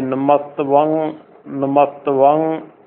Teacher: ਜਿਸ ਅੱਖਰ ਦੇ ਪਿੱਛੇ ਜਾ ਕੇ ਟਿੱਪੀ ਆਉਂਦੀ ਹੈ ਉਸ ਦੀ ਆਵਾਜ਼ ਅੱਧਾ ਗੱਗਾ ਜਾਂ ਗੰਗਾ ਦੀ ਆਵਾਜ਼ ਹੁੰਦੀ ਹੈ